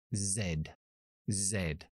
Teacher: Es como una S con voz.